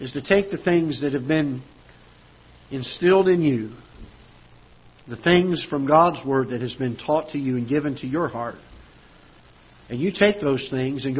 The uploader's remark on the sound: Ketha Heights Baptist Church ~ Live Broadcast